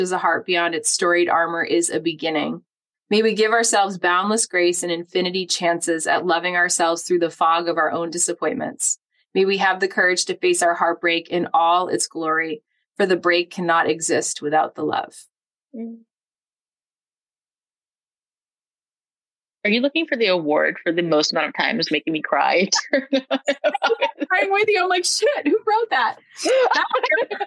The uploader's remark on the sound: What happens when you get a poet & a photographic artist in a zoom room?